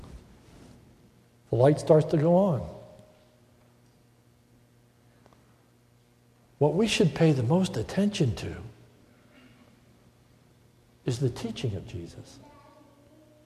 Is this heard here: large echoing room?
yes